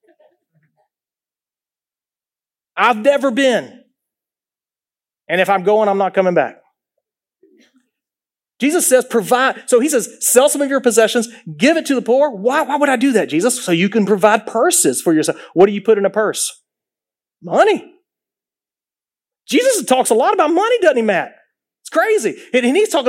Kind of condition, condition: setting, large echoing room